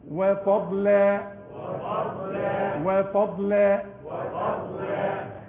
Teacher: وركب الضاد ورقق اللام